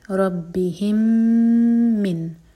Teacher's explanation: رَبِّهِمْ کا میم اور مِن کا میم مرج ہو رہے ہیں. یہ ہے ادغام متماثل سیم لیٹر مرج ہو رہے ہیں.